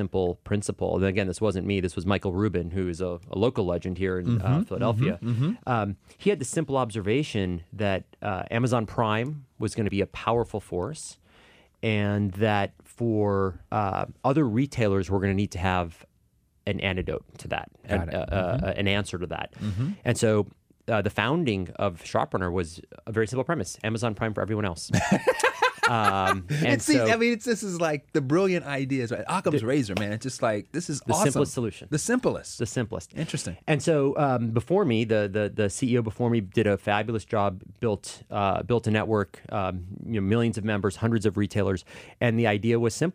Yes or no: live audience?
no